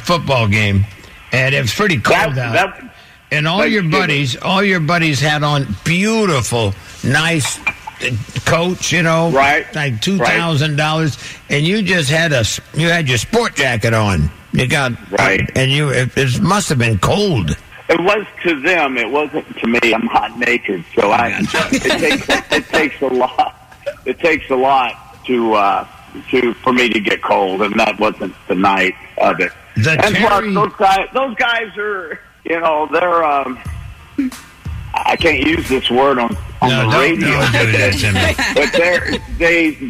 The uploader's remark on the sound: called into the big show